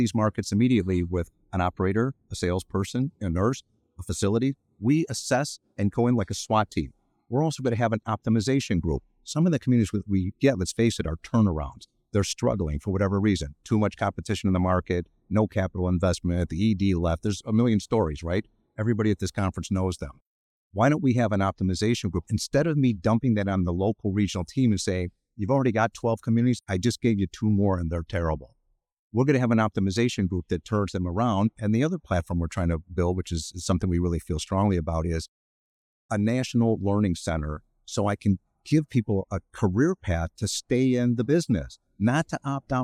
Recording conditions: busy venue